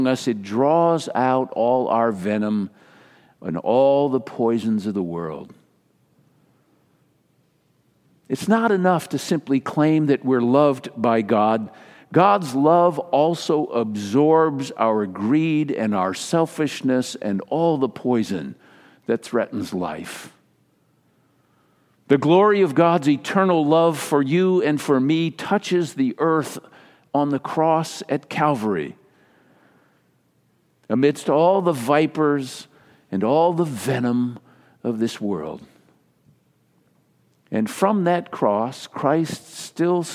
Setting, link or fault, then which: setting, large echoing room